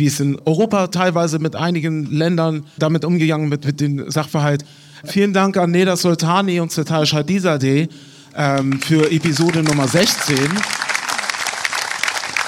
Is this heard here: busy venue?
yes